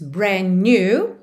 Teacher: Brand new, você já junta brand com new pelo N mesmo, porque o D final de brand ali já era consoante oclusiva, que já pode aparecer mais, menos ou nada.